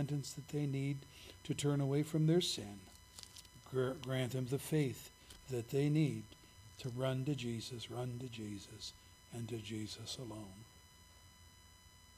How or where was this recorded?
large echoing room